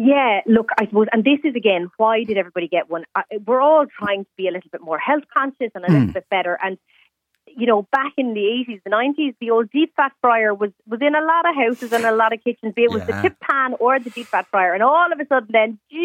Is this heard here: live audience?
no